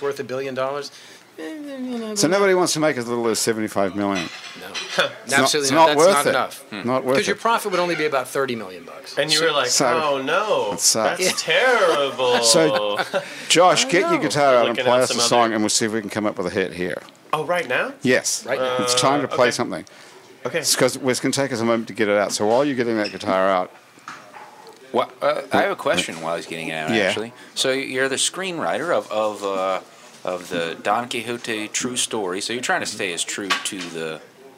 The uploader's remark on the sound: This show was recorded at The Freret Beer Room in Uptown New Orleans.